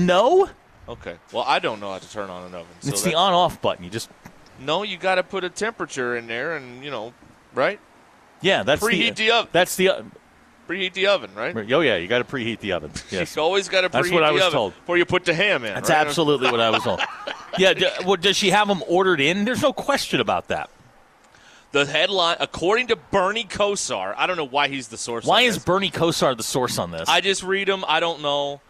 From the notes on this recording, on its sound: The guys are live at Gellco Outdoors in Fort Smith